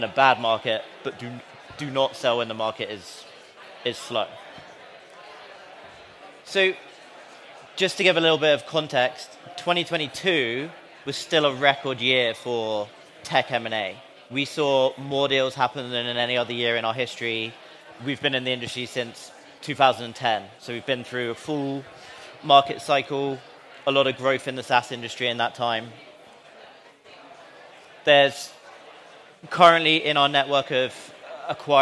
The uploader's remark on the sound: Live at SaaStock